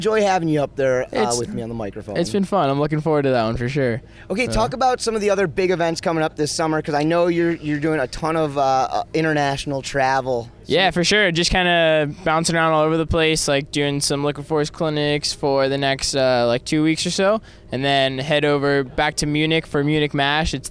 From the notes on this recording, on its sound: Was recorded Live at the 58th Masters Waterski and Wakeboard Tournament. Following the second day at the Masters.